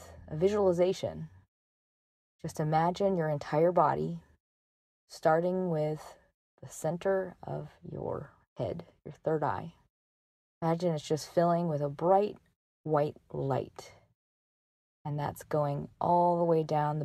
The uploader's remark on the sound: This is recorded on my iPhone, so forgive me, it’s not the best quality. It’s a post-yoga reflection that I just had to record for you as soon as it came to mind.